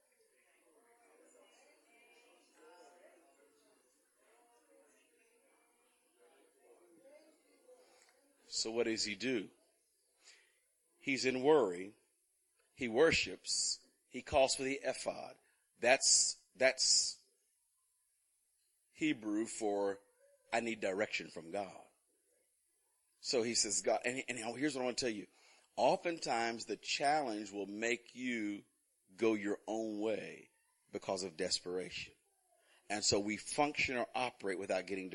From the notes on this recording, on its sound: Recorded on 2016-10-23 at the 08:30am Service, also the 3rd day of PT's 2016 Fall Conference.